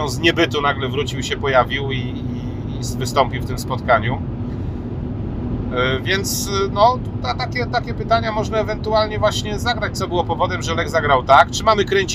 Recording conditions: inside a vehicle